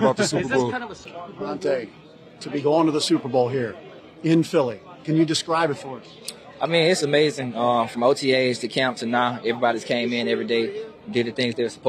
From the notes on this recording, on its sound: live on the field after the Eagles win over the 49ers in the NFC Championship